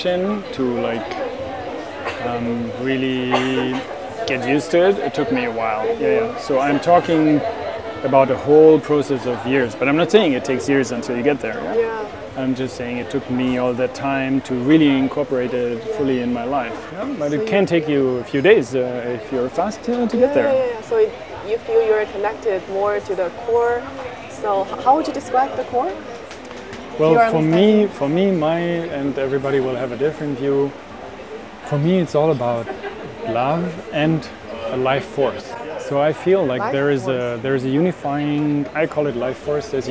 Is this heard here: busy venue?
yes